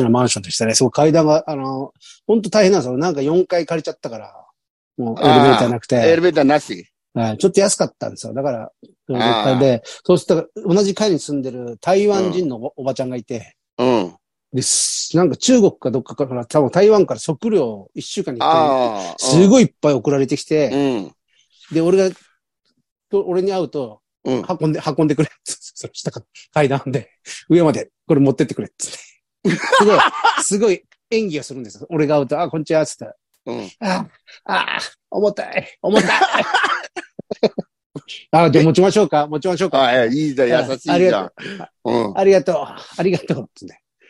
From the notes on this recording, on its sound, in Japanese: ZOOMで収録。